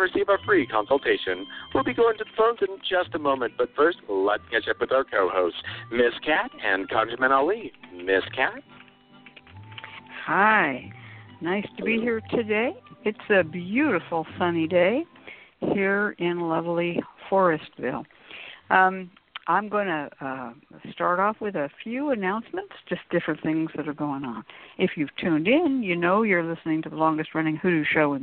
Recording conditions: phone line